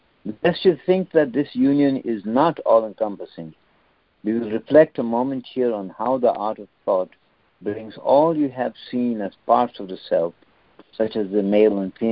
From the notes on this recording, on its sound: are joining together on a Free Conference Call